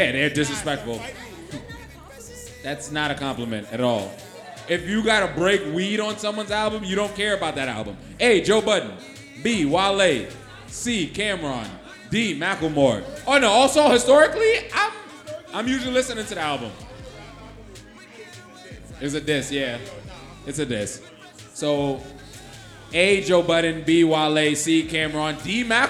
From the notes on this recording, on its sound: UDopeLive at 333 Lounge. We had a live show. On this episode we played University of Dope live with audience members.